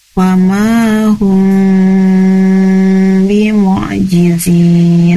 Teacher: Itu karena ikhfa ya, jadi harus ditahan dulu 2-4 ketukan. Dan baca humnya tidak hum jelas, tapi pada samar-samar. · Term: ikhfa syafawi